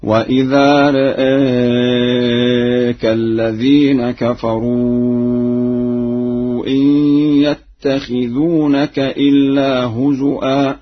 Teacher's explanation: قرأ ورش بتقليل الراء والهمزة في لفظ رآك وبالهمز في لفظ هزوا هكذا: وإذا رآك الذين كفروا إن يتخذونك إلا هزوا.